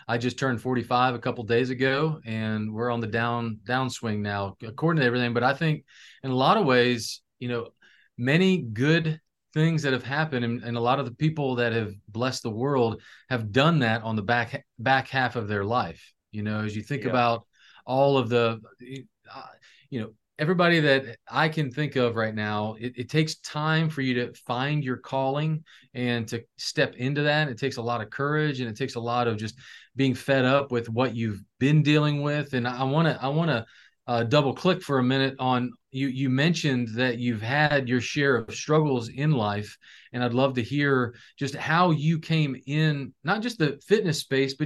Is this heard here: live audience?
no